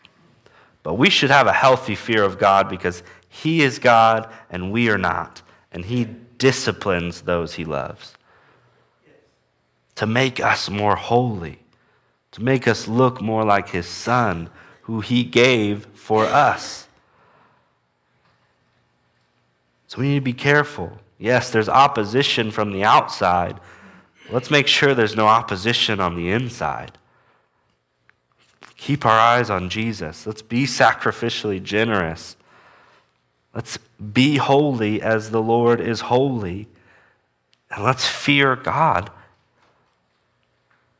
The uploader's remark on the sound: Walking through the book of Acts at Immanuel Baptist Church in Newton, KS.